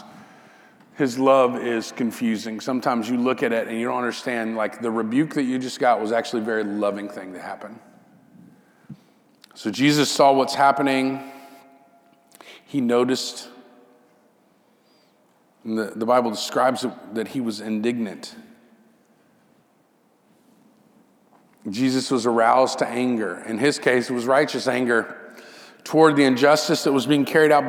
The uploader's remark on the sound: This sermon audio was captured during a worship gathering at Restoration Fellowship in Memphis, TN.